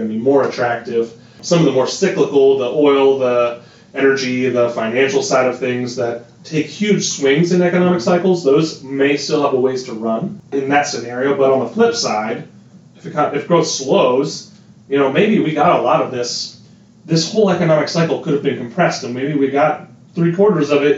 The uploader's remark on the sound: Please forgive any audio irregularities. There were some technical difficulties while recording.